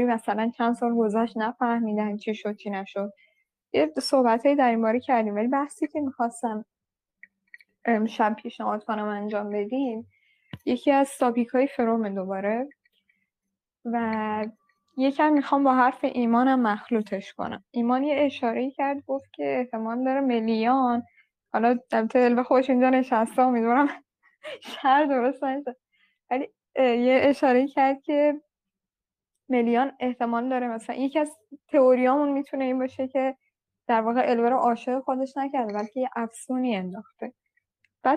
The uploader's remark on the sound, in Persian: این فایل محتوی جلسه آنلاین صوتی ضبط شده همراهان وبگاه آردا